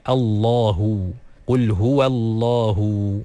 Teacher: dengan huruf lam yang ditaglidhkan, yang ditebalkan